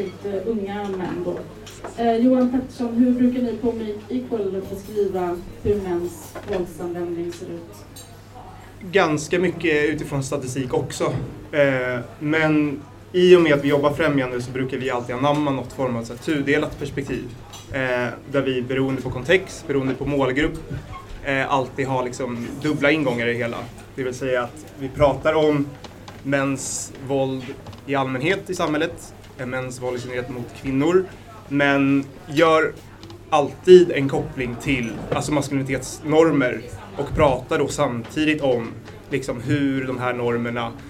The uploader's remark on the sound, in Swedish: Inspelningen är från samtalet på Bitter Pills i samband med MR-dagarnas lansering av årets programtidning. Ljudet innehåller bakgrundsbrus.